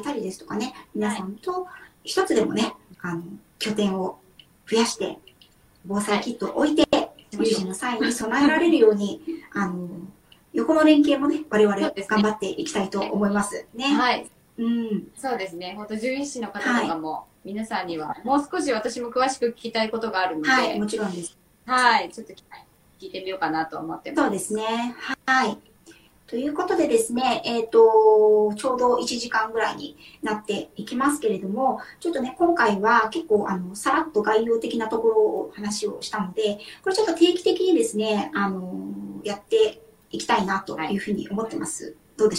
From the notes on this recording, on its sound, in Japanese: インスタライブの音源公開となります。録画の録音につき 音質が良くない点はご容赦ください。